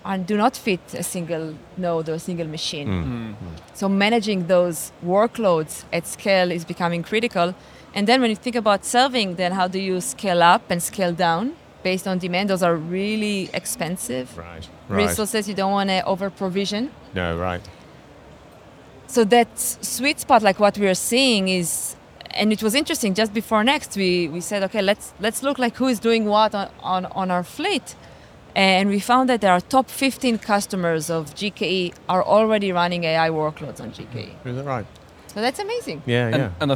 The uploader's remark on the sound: We are live from Google Cloud Next 2023, direct from the Expo floor.